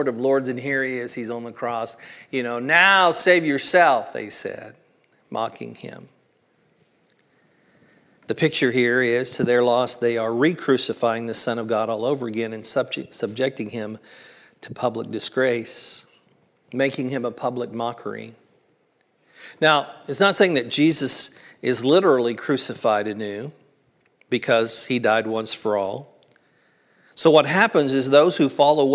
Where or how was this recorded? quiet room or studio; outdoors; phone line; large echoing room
large echoing room